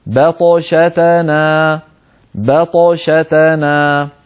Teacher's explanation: فلا نقول مثلا بطشتنا با، لا تقول العرب با بل يقولون با با با. بعد أن ننطق الباء المرققة مباشرة ننتقل إلى الطاء المفخمة